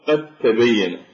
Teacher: والدال عند التاء مثل قوله تعالى قد تبين، هي الأصل قد تبين، فنحن لا ننطق بالدال وندغمها عند التاء، وذلك للاتفاق بالمخرج والاختلاف في الصفة، فالدال مجهورة والتاء مهموسة، لذلك ندغم الدال بالتاء